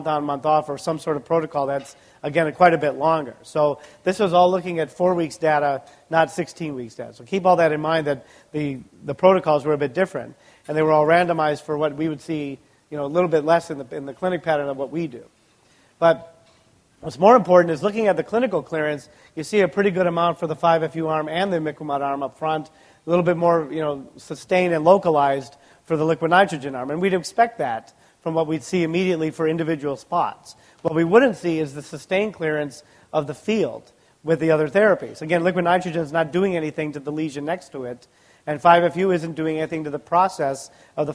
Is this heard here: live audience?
yes